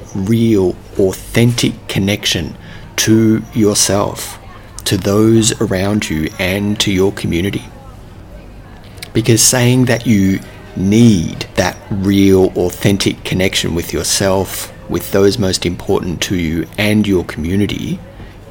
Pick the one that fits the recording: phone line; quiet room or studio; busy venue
busy venue